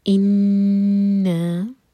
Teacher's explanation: نون پشدہ غنہ کریں گے، دو second hold کریں گے اور پھر دو حرکہ لمبا.